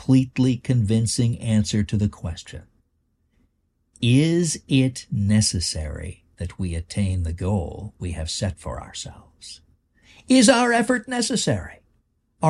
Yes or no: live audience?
no